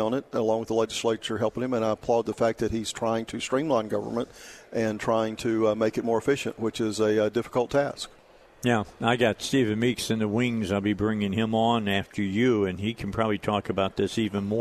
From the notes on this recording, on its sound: Live at the State Capitol for Filing Day